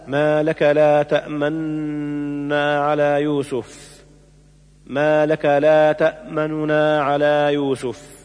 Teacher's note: سورة يوسف الآية 11، حيث لا نافية والنون مرفوعة إعرابا، فأدغم النون المرفوع بالنون الذي بعده · Term: الإدغام الكبير